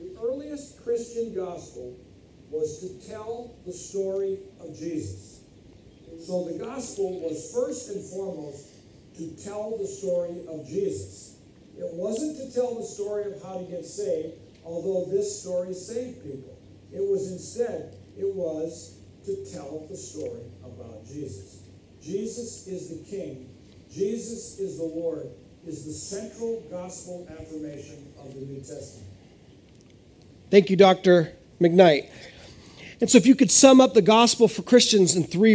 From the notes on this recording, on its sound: This is audio ripped from the Live Service video.